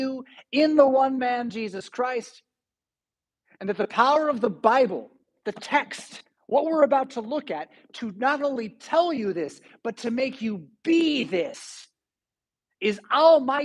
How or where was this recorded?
large echoing room